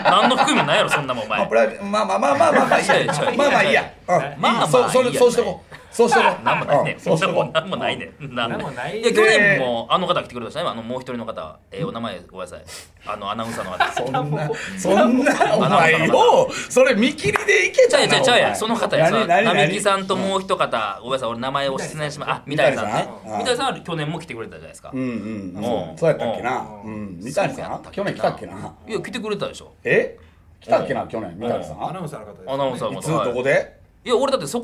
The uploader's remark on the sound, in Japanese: 単独ライブ『すご六』楽屋よりお届け。単独ライブ『すご六』東京公演が行われていた浅草公会堂の楽屋で収録しました。